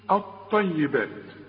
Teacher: اللام بتتحول الى نفس الحرف، اللام بتتحول الى طاء اوتوماتيك كده. شوف الطيبات، والحرف لابد ان يكون مشدد بقى.